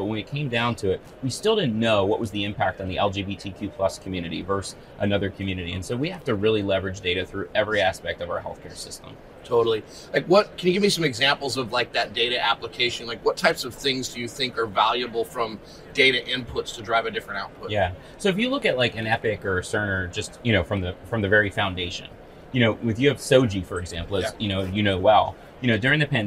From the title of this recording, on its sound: Live at HIMSS